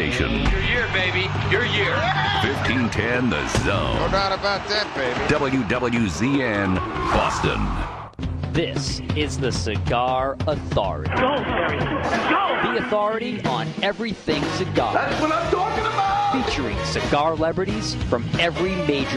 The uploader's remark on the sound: LIVE from Two Guys Smoke Shop in Salem NH.